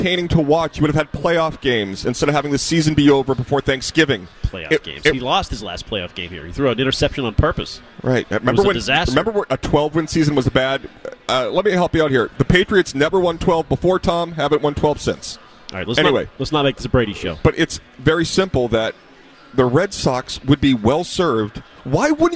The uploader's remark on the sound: The guys are live from Red Sox Winter Weekend in Springfield